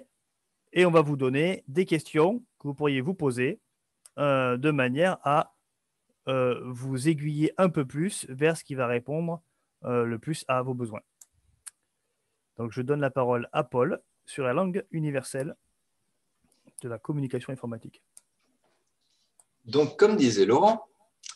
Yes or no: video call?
yes